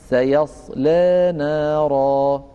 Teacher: رابعا، لورش في نحو قوله تعالى سيصلى نارا وجهان، ألف تفخيم اللام، ويتعين عليه عدم إمالة الألف بعدها، يعني سيصلى نارا. باء ترقيق اللام، ويتعين عليه إمالة الألف التي بعدها إمالة صغرى، يعني سيصلى نارا.